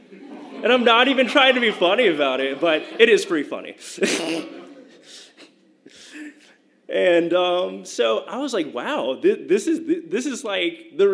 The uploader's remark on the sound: It was recorded at the beautiful Wells Theatre in Downtown Norfolk during a WHRO Emerging Talks live storytelling event called “Origin Stories.”